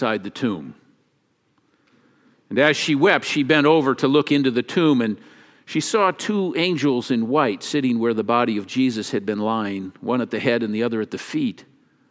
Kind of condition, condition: setting, large echoing room